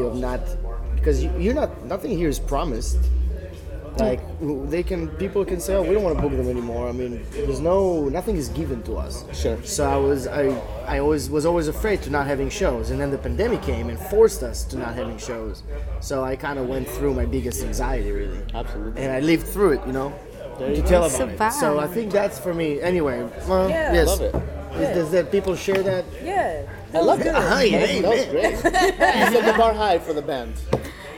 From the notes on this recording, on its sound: we come to you live from Memphis Tennessee, home of Memphofest Music Festival